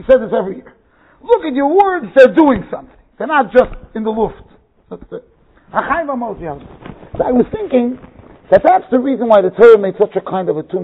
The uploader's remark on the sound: Shiur recorded in Yeshivas Ohr Reuven, Monsey NY.